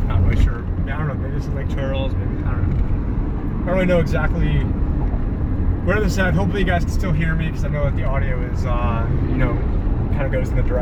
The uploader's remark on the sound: Epic Rant While Driving To Jekyll Island. Filmed whilst driving so please be advised audio quality isn't where it usually is.